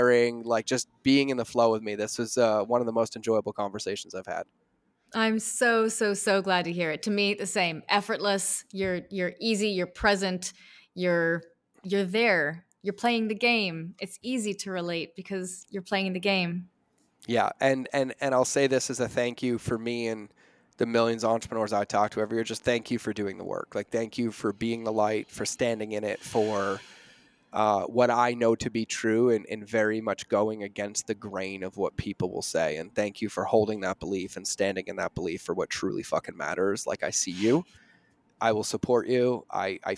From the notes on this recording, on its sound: Live Event- Lighthouse Business Accelerator